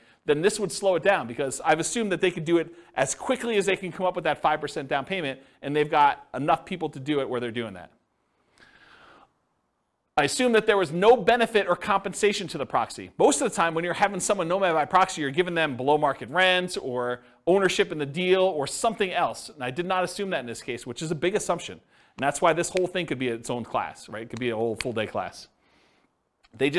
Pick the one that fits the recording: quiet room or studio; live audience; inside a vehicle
live audience